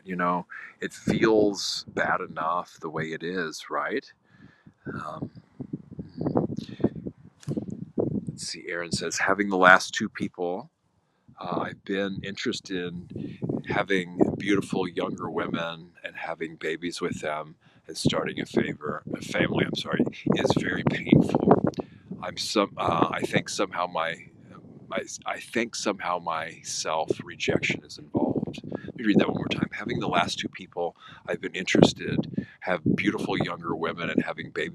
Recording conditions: wind noise